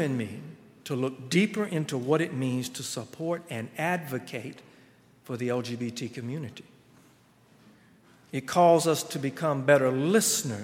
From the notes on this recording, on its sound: At Highland Baptist Church.